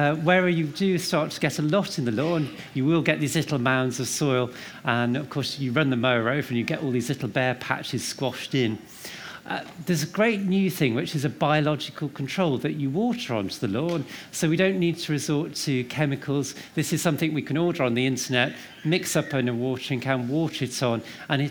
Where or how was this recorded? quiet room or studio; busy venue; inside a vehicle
busy venue